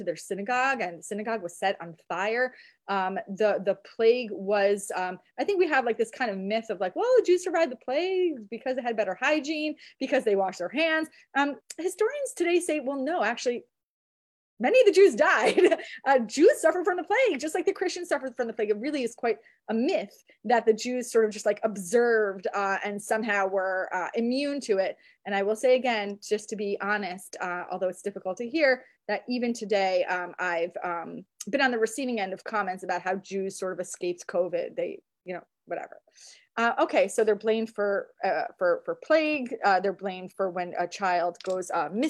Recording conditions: video call